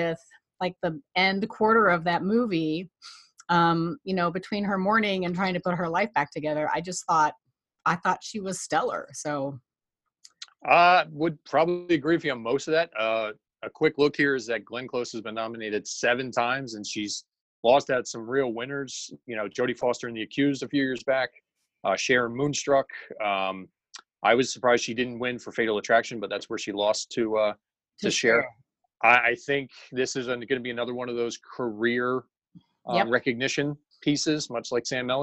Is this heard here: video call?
yes